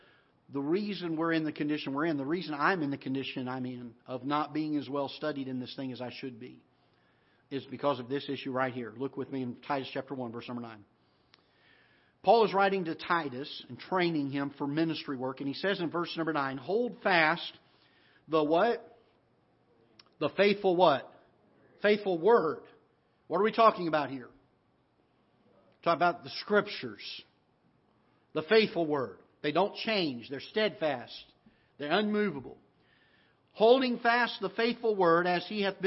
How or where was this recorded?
large echoing room